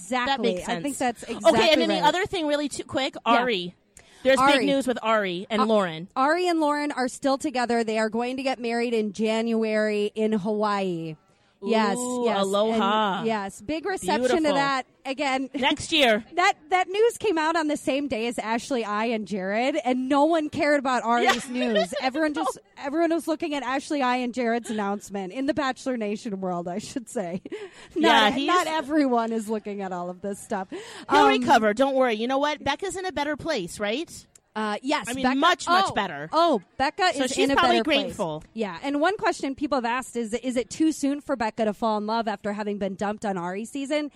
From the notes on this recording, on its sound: live from the Chart House in Lakeville